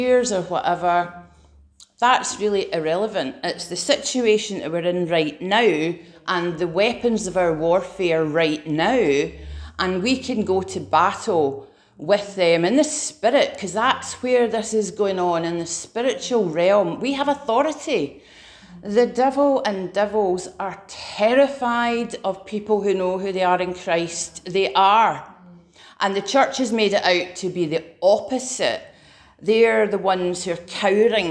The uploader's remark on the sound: Preached at Remnant Army Rising